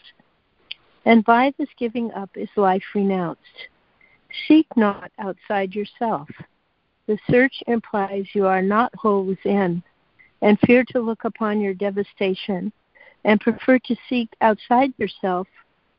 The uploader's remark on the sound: ACIM Daily Conference Call.